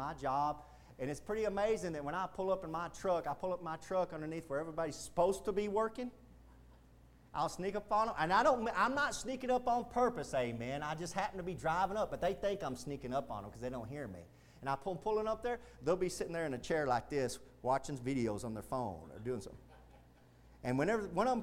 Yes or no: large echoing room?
yes